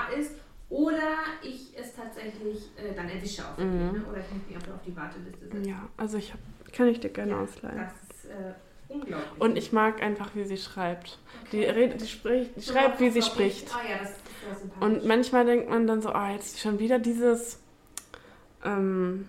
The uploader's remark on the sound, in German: wir haben Dackelbesuch bei der Aufnahme.